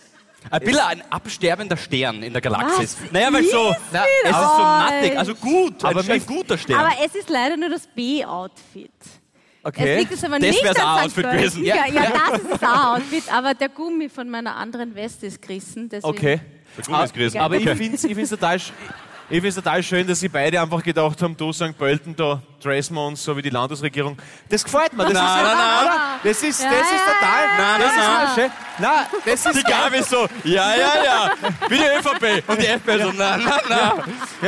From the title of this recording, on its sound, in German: Hawi D'Ehre LIVE - St.Pölten